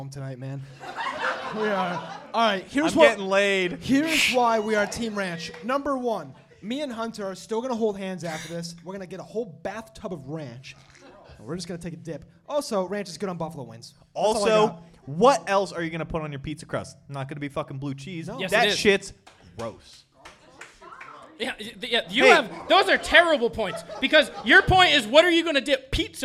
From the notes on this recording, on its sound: The Plunge Live Show. Recorded live in front of a sold out crowd (no like actually) at Curlies Comedy Club as the finale to PodcastNH's Pod-Tober event. Bring their antics to an energetic crowd.